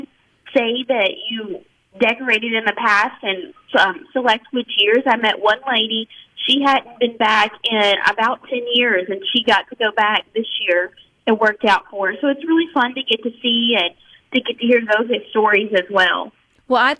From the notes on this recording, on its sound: joins the conversation by phone